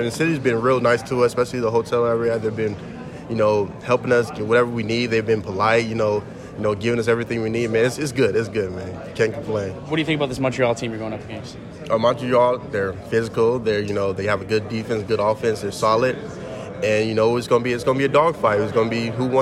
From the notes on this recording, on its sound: On day three of the 2023 Grey Cup Festival. Catches up with several players at media day.